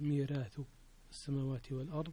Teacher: ما آتاهم الله هو خيرا لهم، خيرا، خيرا فيها الترقيق الراء لورش، خيرا، خيرا لهم، بل هو شر لهم، سيطوقون ما بخلوا به يوم القيامة ولله ميراث السماوات والأرض. ميراث أيضا فيها ترقيق الراء لورش، لأنها جاءت بعد إيش؟ يا. بعد الياء